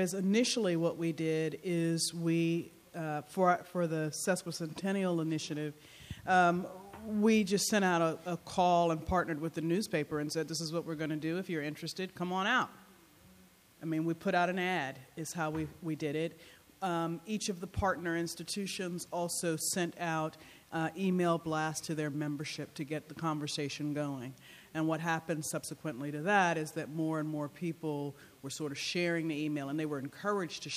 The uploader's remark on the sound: 2016 AASLH/MMA Annual Meeting Session Recording Recorded in Detroit, MI September, 17, 2016